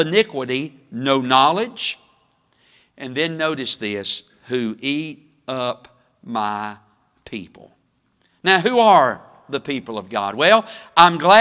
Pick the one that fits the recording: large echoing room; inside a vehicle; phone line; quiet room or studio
large echoing room